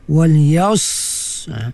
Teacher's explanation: Dia rapatkan tengah lidah tu di langit-langit.